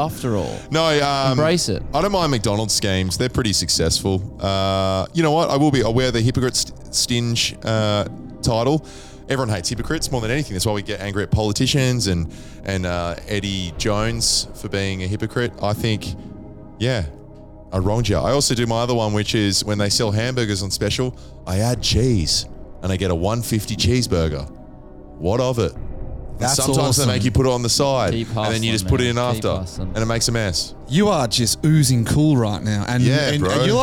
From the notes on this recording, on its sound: At Shotkickers.